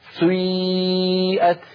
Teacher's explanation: كلمة سيئات أصلها سيئات على وزن فعل، لأن هذه الأفعال سيئة وأخواتها أفعال مبنية للمجهول، فبعض القبائل العربية كانوا ينطقونها يبدأون بضمة ثم يعودون إلى الخلف فينطقون ياء · Term: حركة مركبة